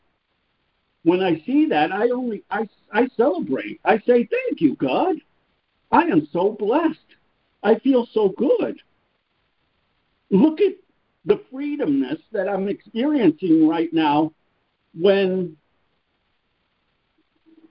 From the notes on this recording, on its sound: ACIM Daily Conference Call